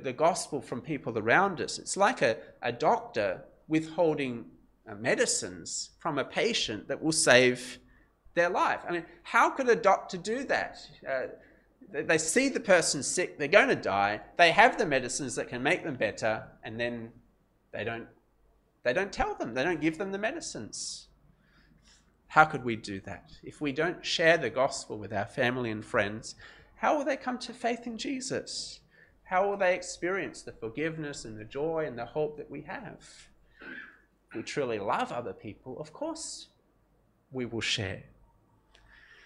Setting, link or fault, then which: setting, large echoing room